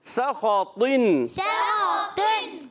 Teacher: سخطن میں تو پر رکھنا ہے، کسی کی آواز باریک بھی آ رہی ہے، باریک نہیں ہونا چاہیے.